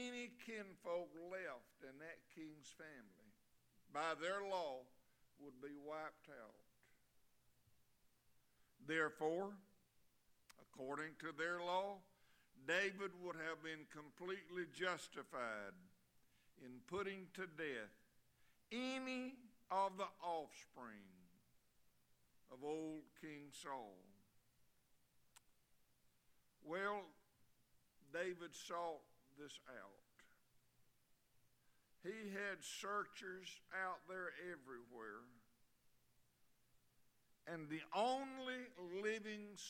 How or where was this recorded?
large echoing room